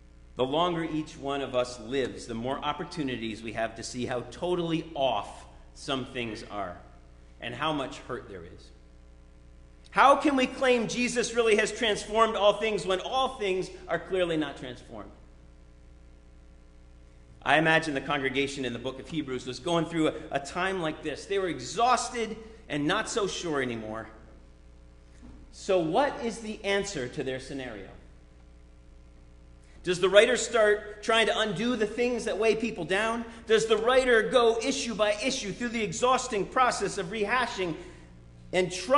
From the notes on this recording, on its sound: Sermon preached at RCHP